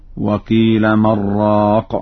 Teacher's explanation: فقد قرأ ورش بدون سكت على النون هكذا